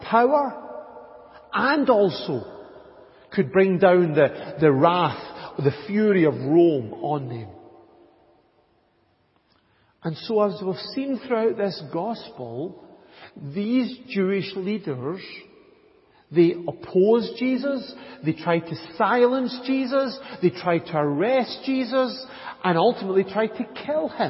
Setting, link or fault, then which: setting, large echoing room